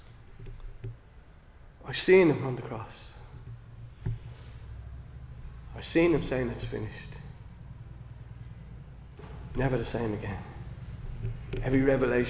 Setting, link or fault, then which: setting, large echoing room